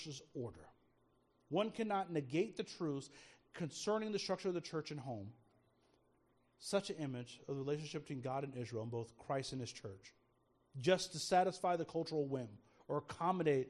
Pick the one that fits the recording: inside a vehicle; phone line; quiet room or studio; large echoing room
large echoing room